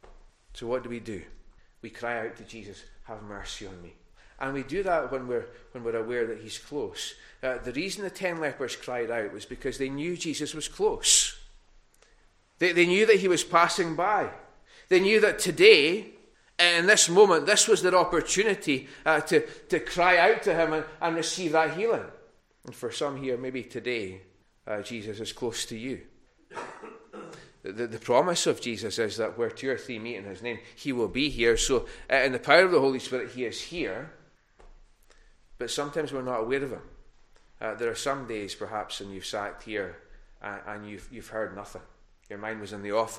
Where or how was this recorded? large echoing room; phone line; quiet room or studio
large echoing room